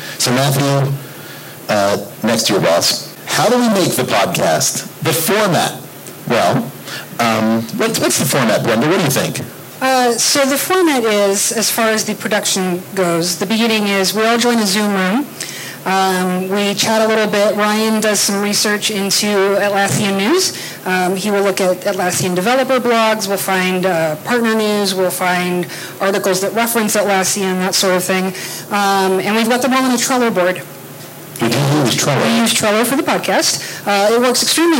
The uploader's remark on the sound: Recorded LIVE At Adaptavist Winter Conference 2018. Recorded a live session at Adaptavist's Winter Conference in London!